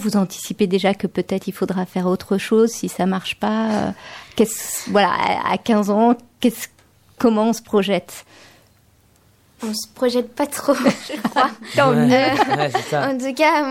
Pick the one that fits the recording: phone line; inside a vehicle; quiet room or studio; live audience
quiet room or studio